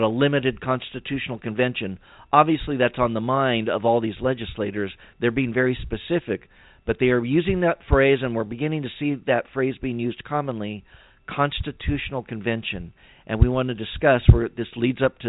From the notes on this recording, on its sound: Save some time for phone calls.